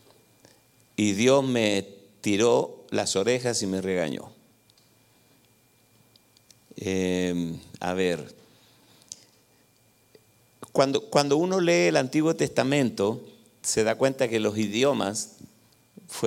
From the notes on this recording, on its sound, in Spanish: Grabado en vivo en iglesia Visión Mundial Para la Familia, Arlington, Texas, USA.